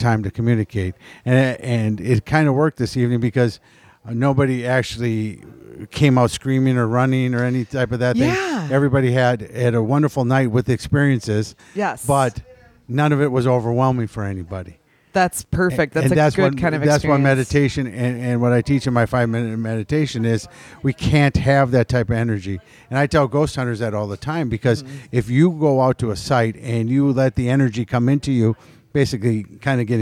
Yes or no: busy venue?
yes